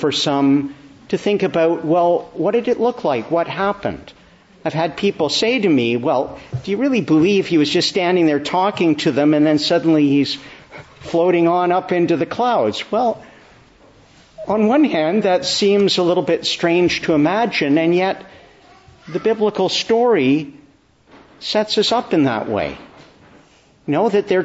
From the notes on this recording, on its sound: Evening Service. Preached in the Church of the Annunciation of the Blessed Virgin Mary, Ottawa, on the Solemnity of the Ascension.